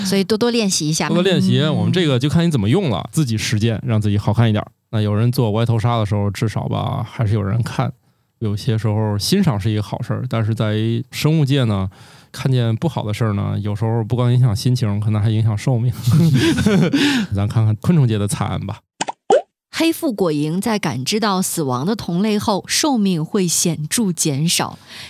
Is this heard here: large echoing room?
no